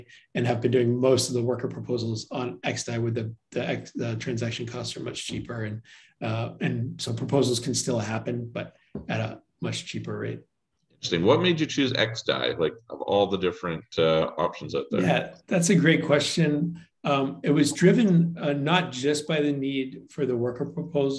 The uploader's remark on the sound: has joined a zoom meeting